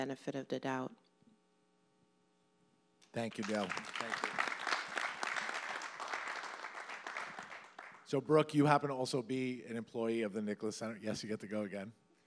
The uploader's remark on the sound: Recorded in front of our live audience at the Jeanne Rimsky Theater (Landmark on Main Street) immediately following the talks at our SPEAK: Neurodiversity pop-up event. In Port Washington, New York.